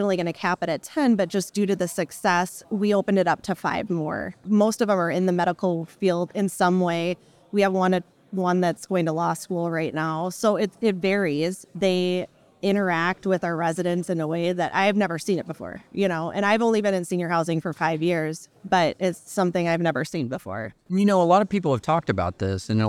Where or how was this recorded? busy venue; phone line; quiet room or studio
busy venue